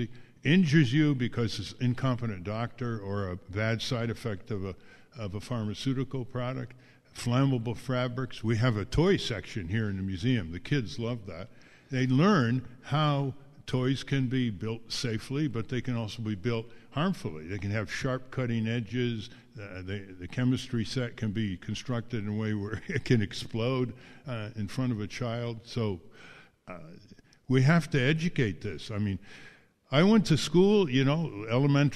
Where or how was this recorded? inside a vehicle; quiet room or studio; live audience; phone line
live audience